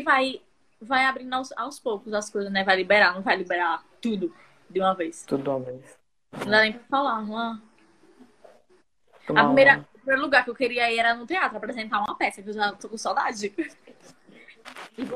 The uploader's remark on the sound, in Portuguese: Este episódio surgiu de uma Live no instagram